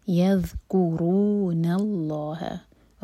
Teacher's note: ذال کے لیے ہماری زبان اوپر والے دانتوں کو ٹچ کرے گی تھوڑی سی سٹیپ باہر ہوگی